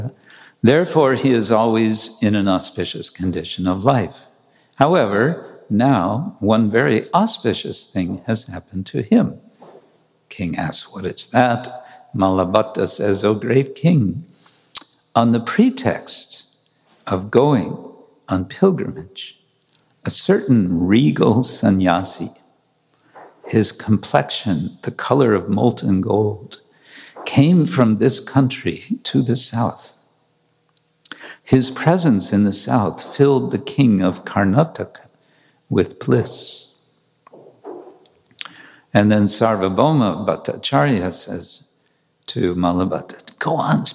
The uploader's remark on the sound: Lecture from New York ISKCON temple